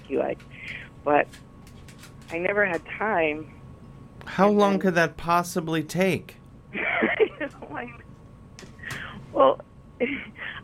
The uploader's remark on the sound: a lengthy phone call he had last week